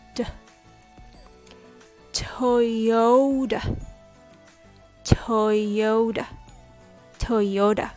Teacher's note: It's a very relaxed sound with what's called a flap T sound.